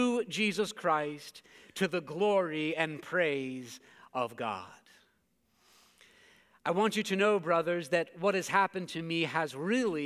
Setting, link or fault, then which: setting, large echoing room